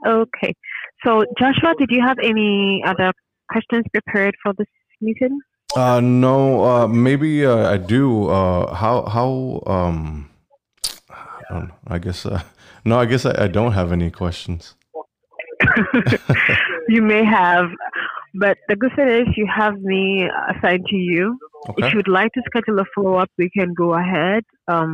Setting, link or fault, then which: link, phone line